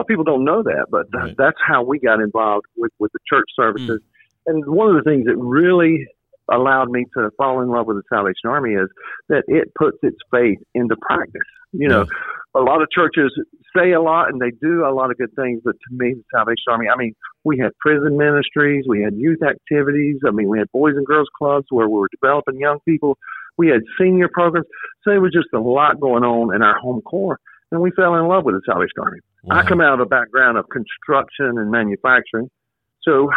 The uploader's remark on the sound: Join us by phone.